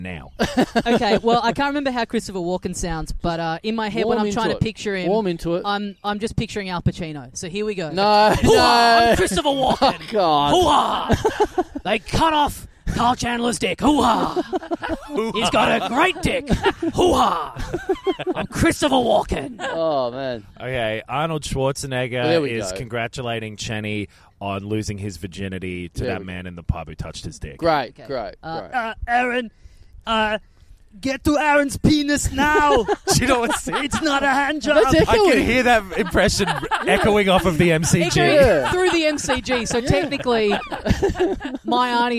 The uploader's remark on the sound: Restrictions have eased in Melbourne so we're able to do our first IRL session in four months BUT it has to be outdoors, so we're next to the MCG.